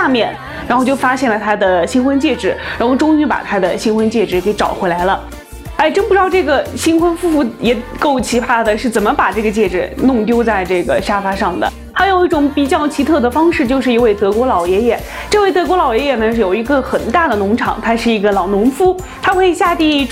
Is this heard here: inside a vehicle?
no